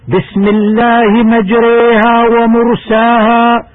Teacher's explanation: قرأ حفص بإمالة الألف بعد الراء إمالة كبرى